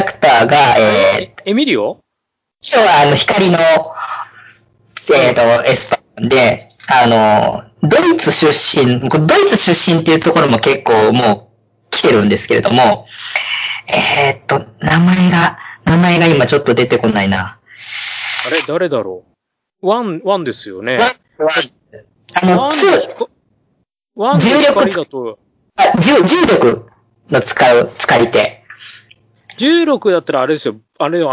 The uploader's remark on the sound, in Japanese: 今回は、回線の都合上、かなり音質が悪いですが、予めご了承ください。